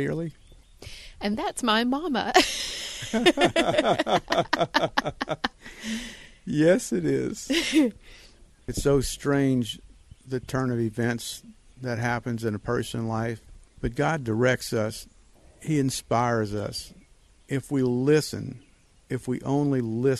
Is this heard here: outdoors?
yes